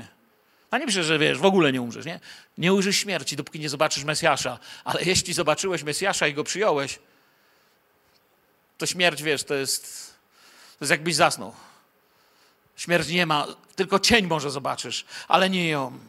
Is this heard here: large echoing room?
yes